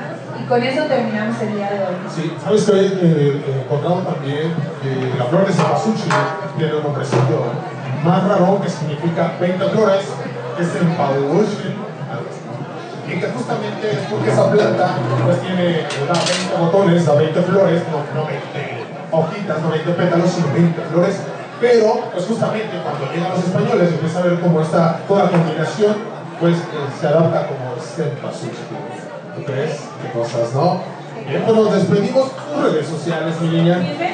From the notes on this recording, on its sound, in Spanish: Compartimos escenario con músicos increíbles y escuelas de baile geniales, sin duda alguna un evento espectacular. Tuvimos un publico espectacular y divertido, no podemos calcular el numero de personas que había pero era impactante. Agradecemos a Cafetería Dendera por la invitación por tercera vez consecutiva.